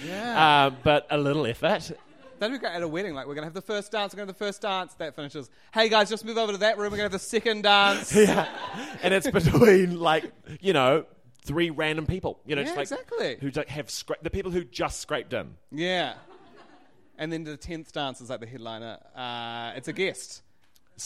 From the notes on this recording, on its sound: LIVE from Auckland’s Basement Theatre in front of a sold-out audience.